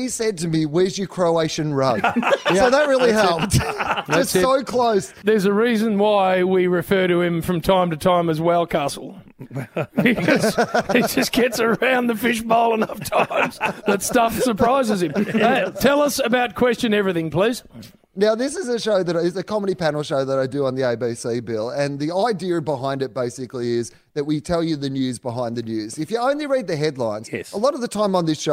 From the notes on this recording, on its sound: we were live at the Pink Hill Hotel